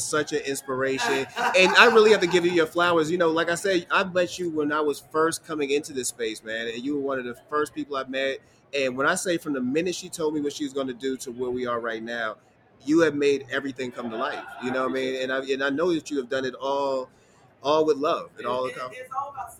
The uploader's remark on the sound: Recently, CashColorCannabis was live in Las Vegas for the annual MjBiz Conference. Every year, thousands of people descend onto the city of sin to network, talk shop, and build up brand awareness.